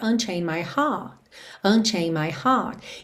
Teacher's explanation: no título da música …, esse R não enrola e fica ….